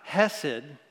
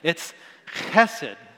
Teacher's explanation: It's guttural. It's a ch. You got to go to the back of your throat to dig it up a little bit. · Shown in: second take